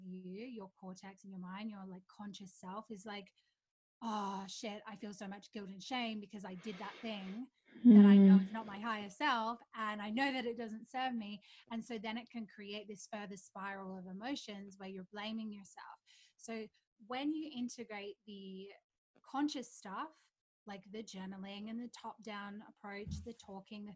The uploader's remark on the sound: Note: The sound quality is not to usual standards as I experiment with a new recording platform!